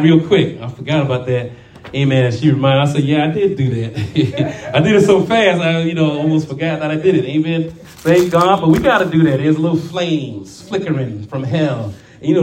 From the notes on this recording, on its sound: shared this prophetic message live at RACC